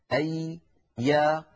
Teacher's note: الياء يا إخوة حرف يخرج من وسط اللسان، من وسط اللسان يخرج حرف الياء.